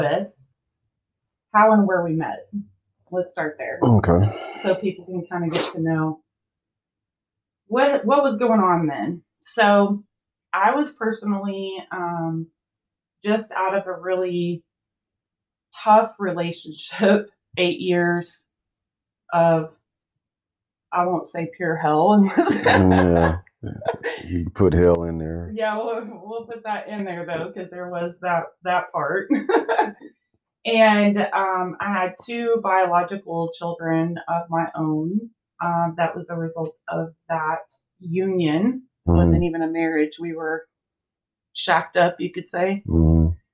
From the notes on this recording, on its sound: I promise my mic will be positioned properly in the future!